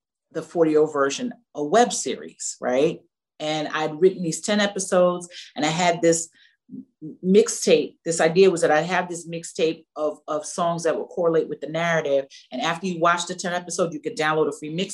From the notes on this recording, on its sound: virtual Q&A